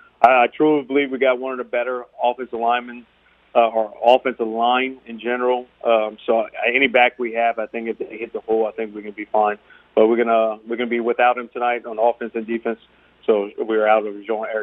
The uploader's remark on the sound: We then go to the phone lines